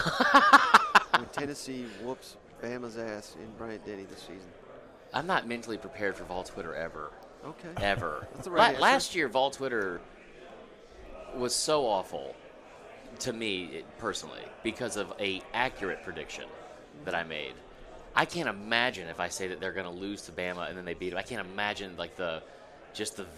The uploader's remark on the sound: live from 2023 SEC Media Days!